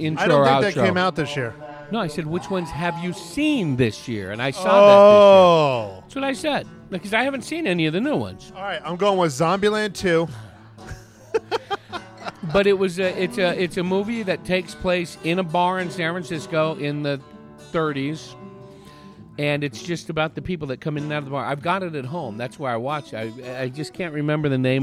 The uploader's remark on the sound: Recorded at Marks Beer Garden in Prescott, AZ. Recorded at Marks Beer Garden in Prescott, AZ.